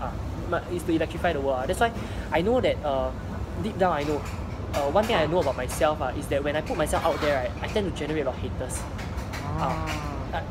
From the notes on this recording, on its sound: I apologize for the background noise and the poor lighting. Was contemplating about whether I should post this despite the poor quality.